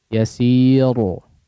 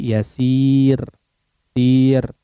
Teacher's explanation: Yasir ya, tipis, ro-nya dibaca tipis ya · Shown in: second take